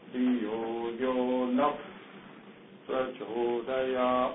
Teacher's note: if this visarga is followed by a labial letter, pa, then the sound almost like this becomes half pakara